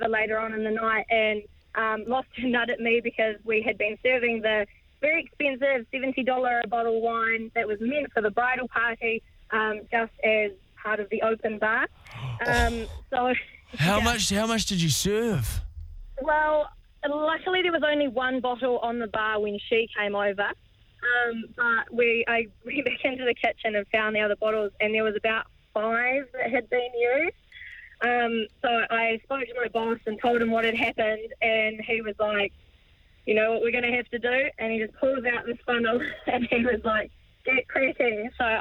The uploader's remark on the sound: try and get as many Reality TV stars on the phone as possible